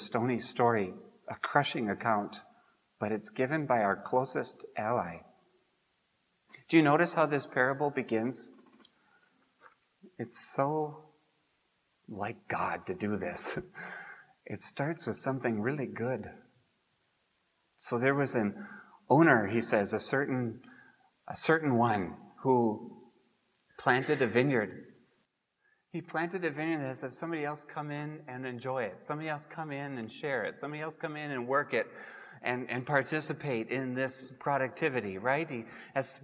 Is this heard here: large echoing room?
yes